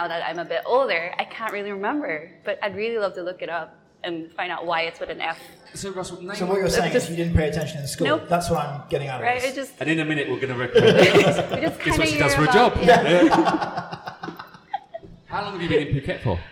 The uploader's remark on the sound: Recorded at Sync coffee in Kamala